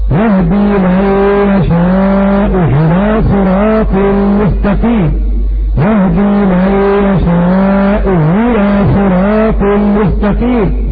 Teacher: الأولى مضمونة والثانية مكسورة، ففيها وجهان التسهيل والإبدال